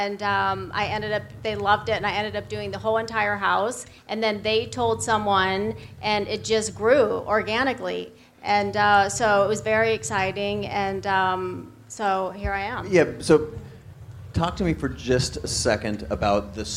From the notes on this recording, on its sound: This LIVE conversation from the WeWork Creator Awards where I was joined on stage. This LIVE conversation from the WeWork Creator Awards where I was joined on stage.